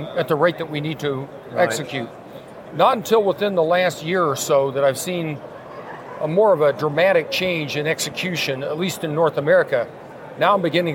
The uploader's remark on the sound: A 15 Minute Walk & Talk Episode. This is a 15 minute walk and talk we recorded at the show (initially shared as a video on my LinkedIn channel).